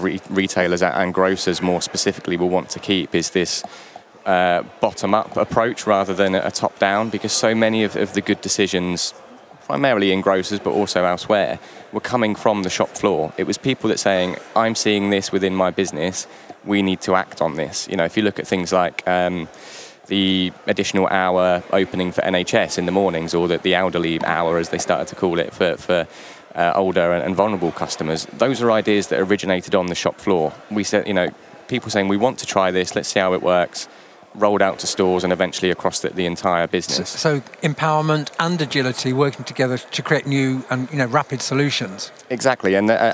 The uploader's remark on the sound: A special edition from Retail Week Live 2021 in London. A special edition from Retail Week Live 2021 in London.